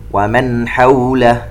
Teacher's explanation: نون ساكن وبعدها حرف الحاء إظهار حلقي